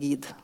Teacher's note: passe på at de hadde sånne litt feminine, fremre vokaler